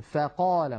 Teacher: لا نقول فا بل نقول فا، العرب لا تقول فا بل يرققون ويقولون فقال مثلا، فقا، لابد من ترقيق صوت الفاء.